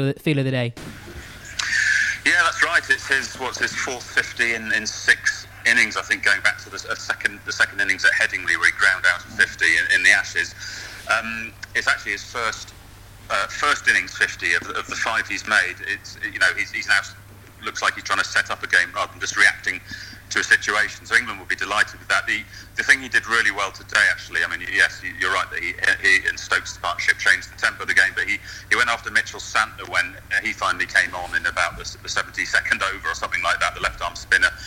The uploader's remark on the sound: On the phone from the ground. At Wisden HQ in London.